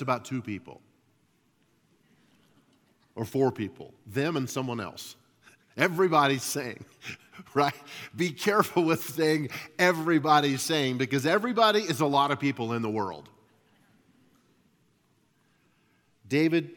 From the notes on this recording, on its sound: At Timberline Church - Audio. Live.